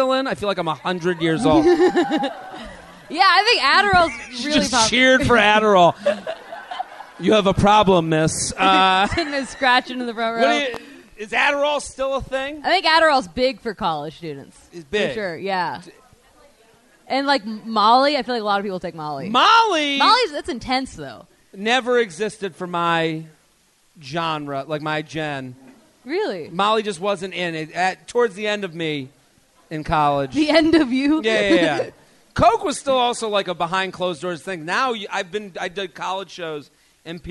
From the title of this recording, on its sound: LIVE From The Comedy Zone in Charlotte